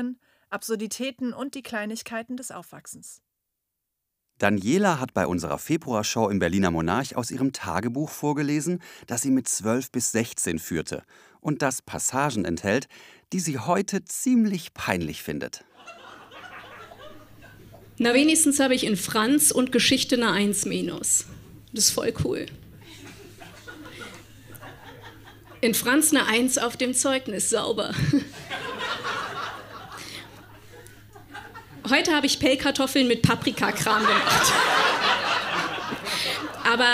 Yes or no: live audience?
yes